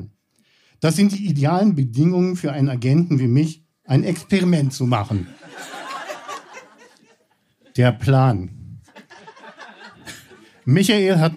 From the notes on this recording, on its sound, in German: Von unserer Show vom 23.04.2023 im Berliner Monarch. Heißen Dank an den Monarch, unser tolles Publikum.